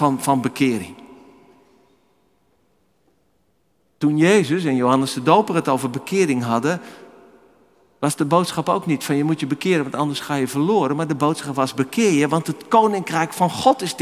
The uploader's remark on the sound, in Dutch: Opgenomen in de Noorderkerk te Amsterdam.